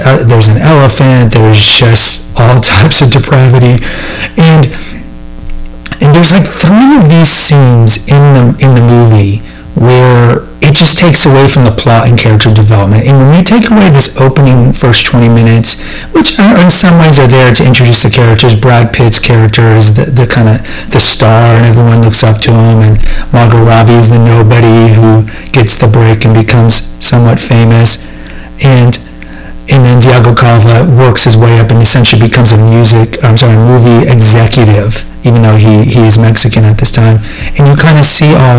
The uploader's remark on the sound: The audio is suboptimal, my apologies.